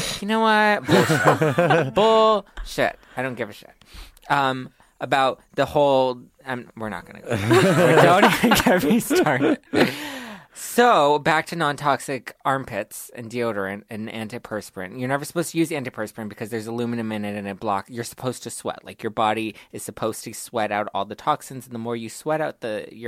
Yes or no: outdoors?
no